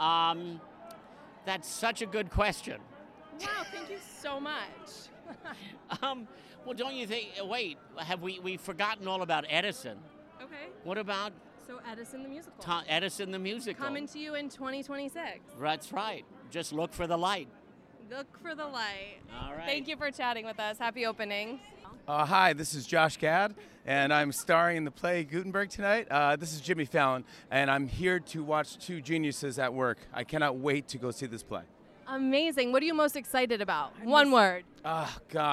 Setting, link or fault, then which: setting, busy venue